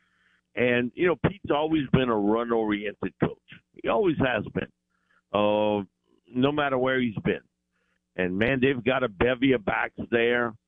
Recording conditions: phone line